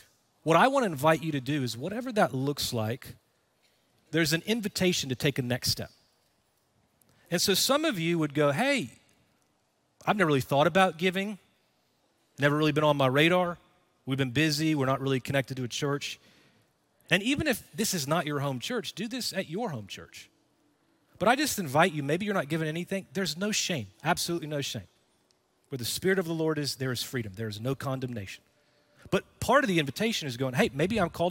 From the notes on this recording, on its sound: Recorded Live at Brookwood Church.